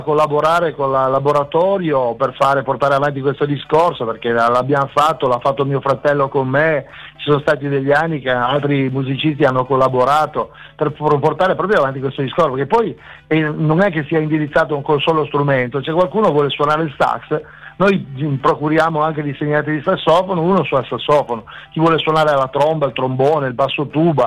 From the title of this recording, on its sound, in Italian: INTERVISTA TELEFONICA